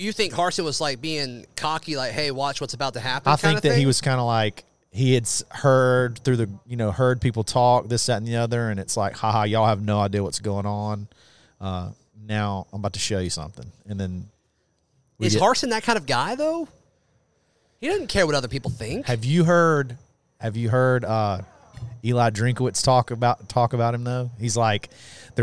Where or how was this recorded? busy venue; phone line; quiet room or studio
busy venue